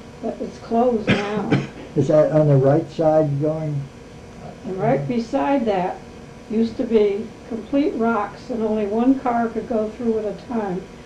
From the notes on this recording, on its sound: The recording is hard to hear